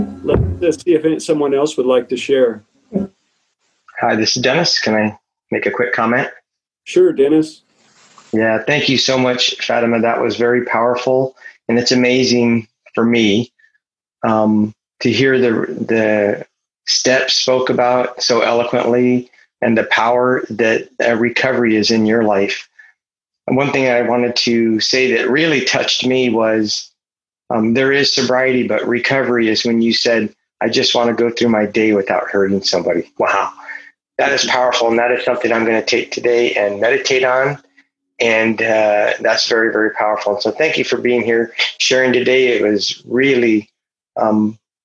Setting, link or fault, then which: link, video call